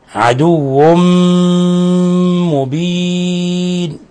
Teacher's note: قوله تعالى: عدو مبين، تنوين ضم جاء بعده حرف الميم، الحكم التجويدي إضغام بغنة، إضغام بغنة. عدو مبين، لاحظ إطباق الشفتين عند الإضغام. عدو مبين، والوقف على النون يعامل معاملة العارض للسكون، لأنه قبله ياء حرف مد.